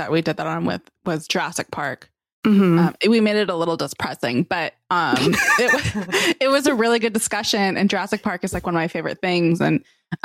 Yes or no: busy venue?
no